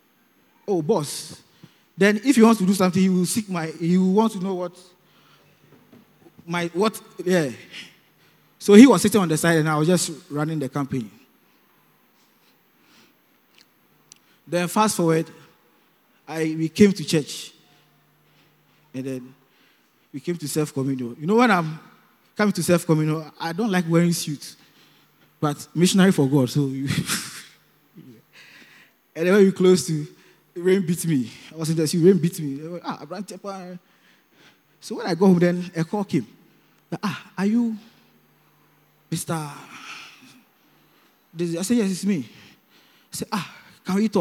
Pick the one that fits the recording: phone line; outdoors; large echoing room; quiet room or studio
large echoing room